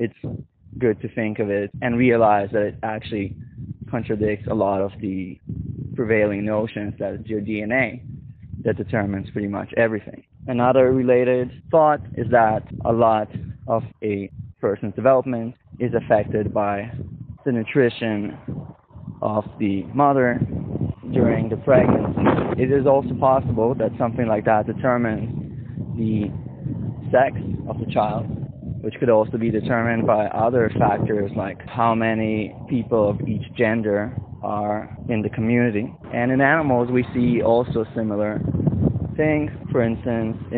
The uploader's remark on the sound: Shitty wind ruining my recording.